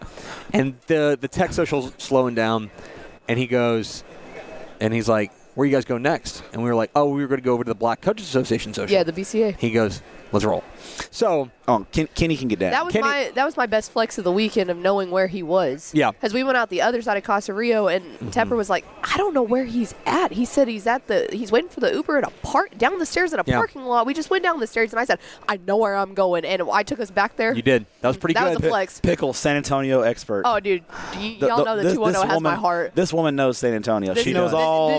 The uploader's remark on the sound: Recorded at the 2022 THSCA Coaching School and Convention in San Antonio.